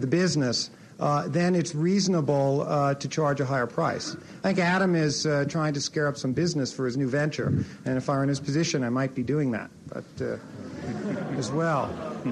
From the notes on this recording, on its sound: In this audio podcast, recorded at the Academy of Achievement's 1985 Summit in Denver, Colorado